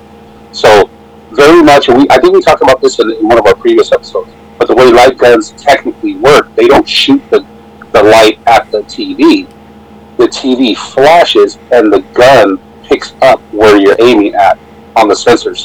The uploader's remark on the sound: Audio is a little rough on this one just because we used zoom instead of our usual client Riverside.FM.